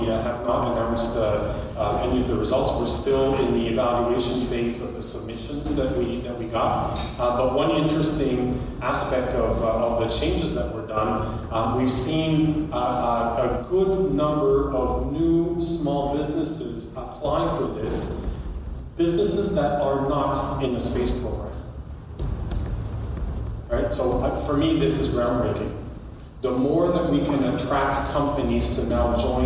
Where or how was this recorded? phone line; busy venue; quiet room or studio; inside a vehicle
busy venue